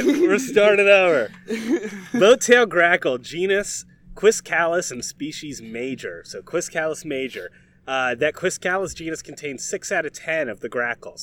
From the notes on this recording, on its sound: Dirty Bird is recording on Goat Island in Lake Gaston, NC! This episode was recorded very early on in the pandemic before travel bans, ect. Please excuse any wind, boat noises, or poor audio quality.